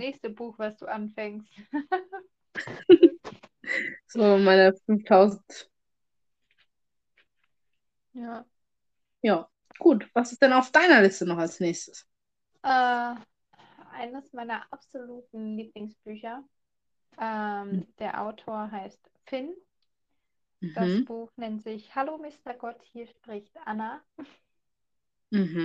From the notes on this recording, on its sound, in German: Wir möchten uns für die Ton- Qualität entschuldigen. Durch permanente Verbindungsschwierigkeiten hat der Ton sehr gelitten.